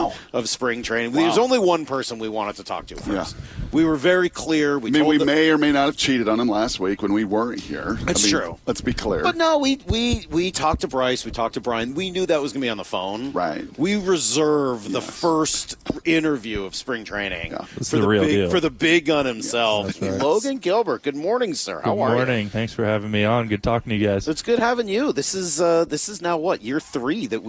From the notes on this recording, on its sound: We're live from spring training!